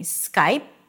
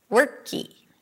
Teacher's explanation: So instead of saying Skype, you may hear people saying Skypey, a very tiny E sound. · Shown in: second take